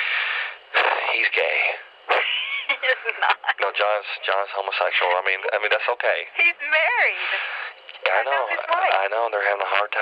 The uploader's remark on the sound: Prank Phone Calls